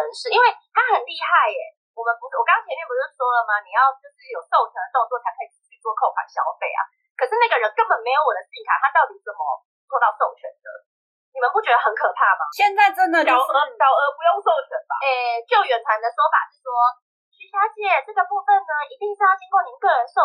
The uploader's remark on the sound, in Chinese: 本集第一次遠端錄音音質集差。